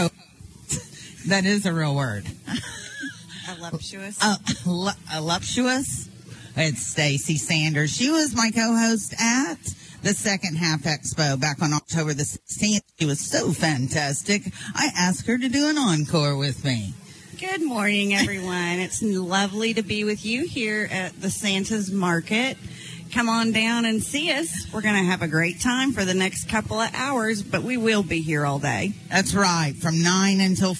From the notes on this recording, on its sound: LIVE Remote at The Santa Market! We are very ready to start our holiday shopping at Santa’s Market, where we will be doing a live remote this Saturday.